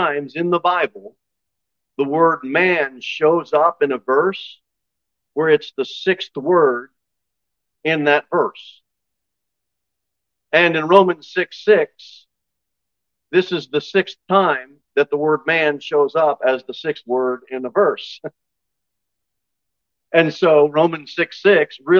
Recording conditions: large echoing room